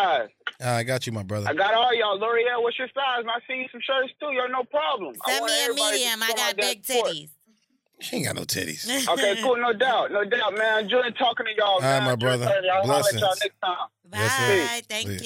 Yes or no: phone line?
yes